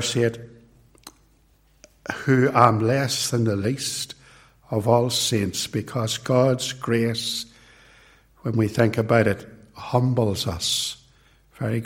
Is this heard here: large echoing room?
yes